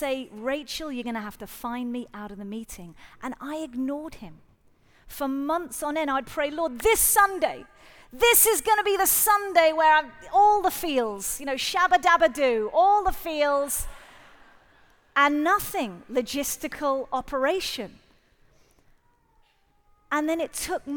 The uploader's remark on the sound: Live at The Orchard Conference 2023